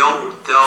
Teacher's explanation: يعني الراء مفخمة التاء رقيقة الضاد مفخمة